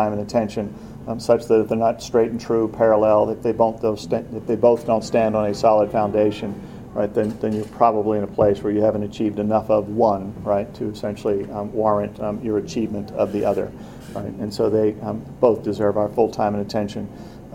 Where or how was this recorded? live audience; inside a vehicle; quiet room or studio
live audience